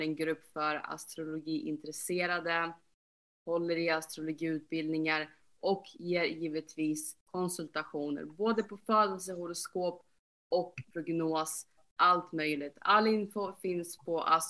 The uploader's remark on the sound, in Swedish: Jag hörs bra så blev tvunget att skruva upp volymen och då blev min röst ännu starkare.